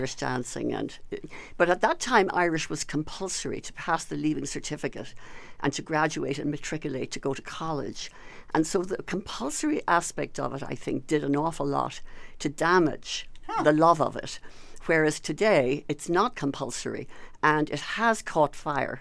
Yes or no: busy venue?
no